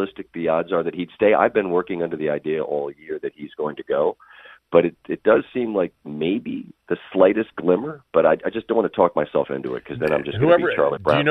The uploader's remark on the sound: called in from Augusta